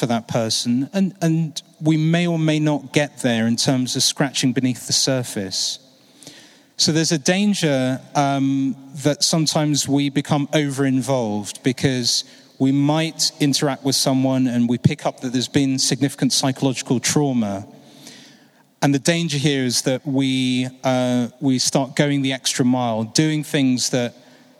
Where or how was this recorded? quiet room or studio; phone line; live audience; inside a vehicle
live audience